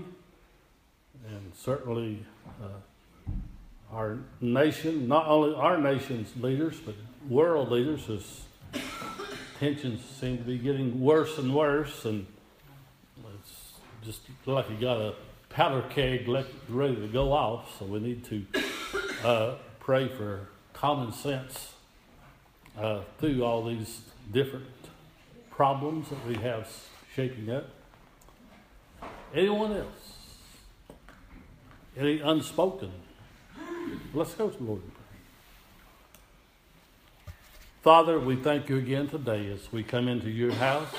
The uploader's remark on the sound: Audio recording of service at Persia United Methodist Church in Rogersville, TN